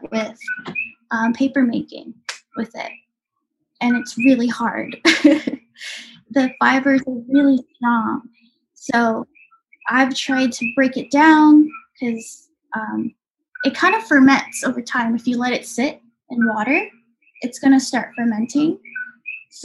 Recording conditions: sounds in the background